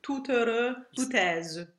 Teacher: the final silent T triggers a liaison with a T sound, and we keep it.